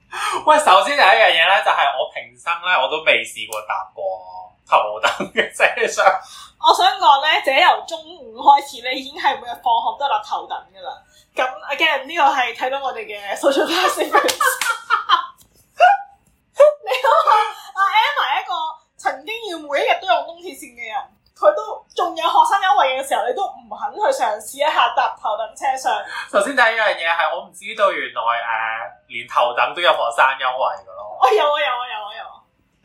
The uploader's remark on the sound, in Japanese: 音質極度崩壞